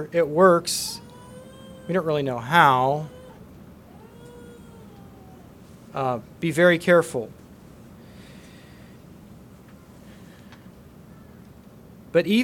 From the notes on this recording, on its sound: Message preached at Word of Hope